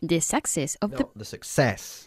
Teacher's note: Enfatizando la segunda sílaba.